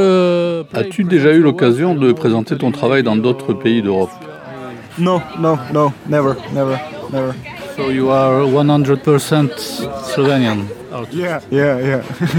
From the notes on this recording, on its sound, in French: Butik Festival, experience in Tolmin (SL). Prises de sons réalisées en Slovénie, à Ljubljana et à Tolmin, entre le 13 et 16 juillet 2022 durant la 4ème édition du festival de musiques électroniques, Butik.